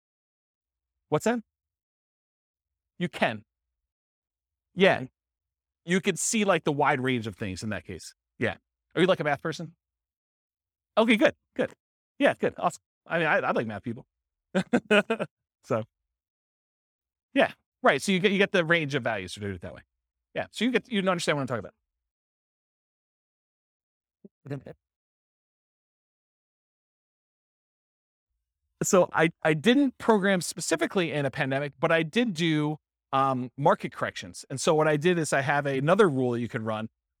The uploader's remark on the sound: This was a live class recorded